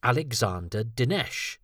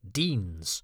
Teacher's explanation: D-E-N-E-S, so I had no idea it would be pronounced otherwise. So the fact that it had an unvoiced fricative made it seem exotic · Shown in: first take